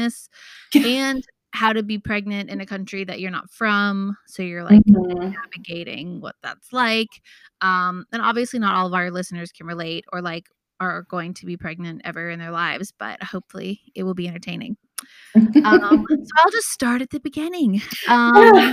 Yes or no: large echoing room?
no